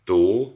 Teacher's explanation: Tehát hogy a zönge csak akkor indul meg, amikor már egy kicsi idő eltelik a felpattanás után. Tehát amikor azt mondom, hogy tó, akkor olyan, mintha egy zöngétlen óval kezdődne. Tehát a felpattanás után egy zöngétlen, pici, egész rövid ideig zöngétlen az ó, és utána kezdem meg csak a zöngét. · Term: késleltetett zöngés